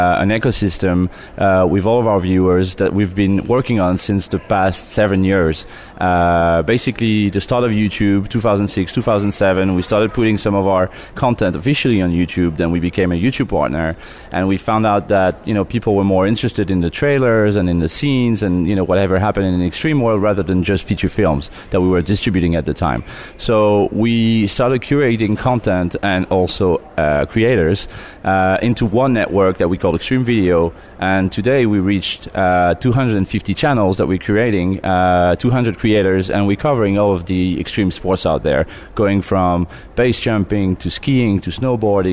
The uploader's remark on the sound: Live From Vidcon 2016!!!